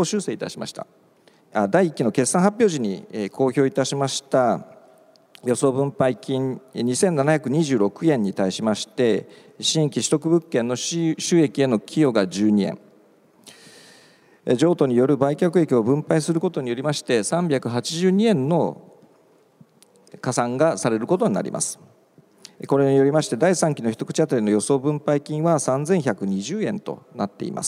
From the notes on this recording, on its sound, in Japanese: 1月28日に東京証券取引所で開催した「J-REITファン2017」に登壇した「スターアジア不動産投資法人」のIRセミナー